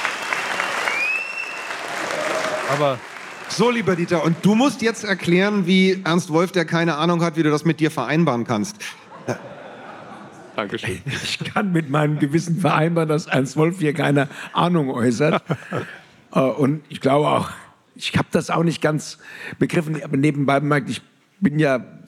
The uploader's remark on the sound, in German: Am Set: Herrschaft durch Lüge – Publikumsgespräch. Das Publikumsgespräch in der Musikbrauerei Berlin.